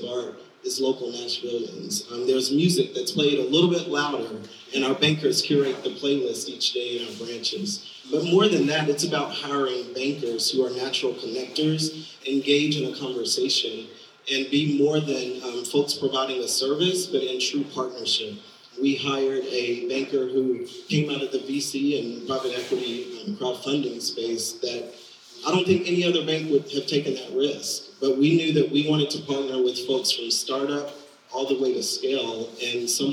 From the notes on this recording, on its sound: For a live audience gathered inside the historic Acme Seed & Feed building. Live event recording courtesy Studio 208, Nashville.